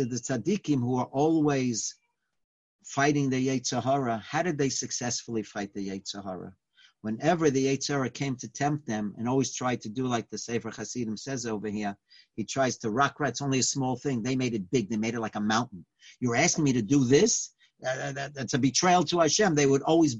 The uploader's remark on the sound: Live On Zoom: 6-10-2020